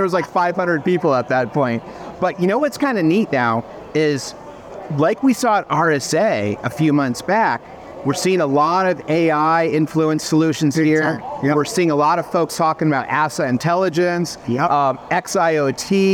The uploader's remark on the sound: Live from Las Vegas: the Black Hat experience. Huddled in a corner, away from the lights and sounds of the slots. In this mini-sode on location.